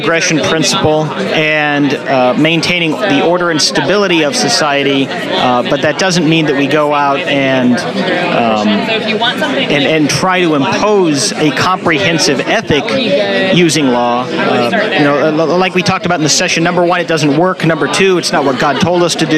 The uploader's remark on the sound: YALCON 2017 Breakout and Q&A. Attended the Young Americans for Liberty 2017 National Convention on behalf of LCI. This episode is our talk from the LCI breakout session, plus some additional Q&A recorded at the LCI booth.